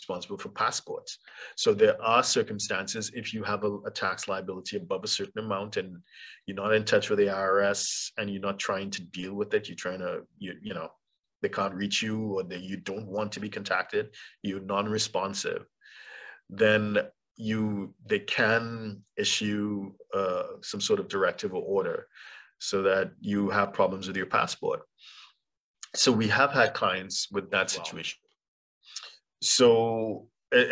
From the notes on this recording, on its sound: For those joining us on Zoom.